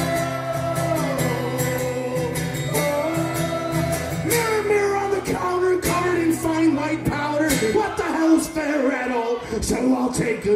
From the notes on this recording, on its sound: Live in Dallas. Podcast covers a live concert from #dallas #liveamplified.